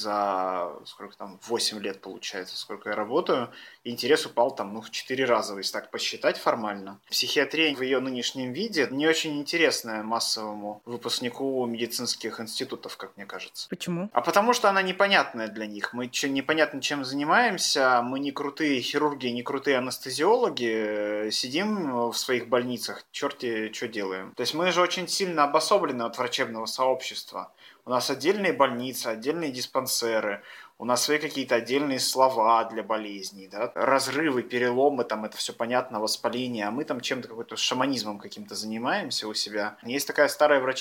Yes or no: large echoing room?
no